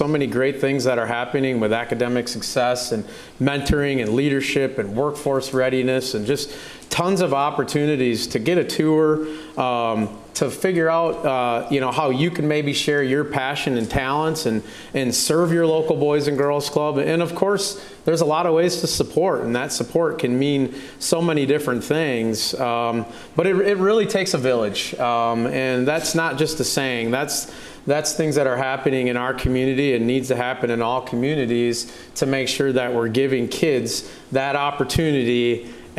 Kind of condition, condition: setting, live audience